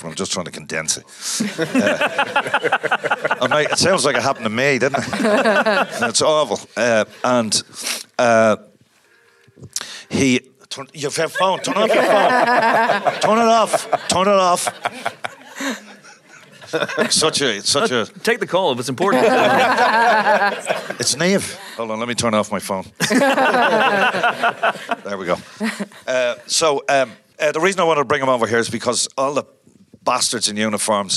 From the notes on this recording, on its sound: Live From Dublin. This week's Empire Podcast is another live show. For the Virgin Media Dublin International Film 2020. In front of a packed crowd. Answer audience questions.